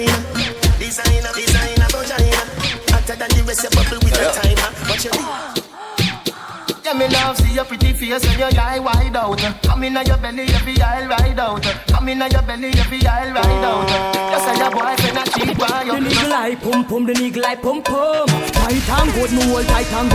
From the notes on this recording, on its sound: LIVE AT ISLAND SATURDAYS ON APRIL 27TH.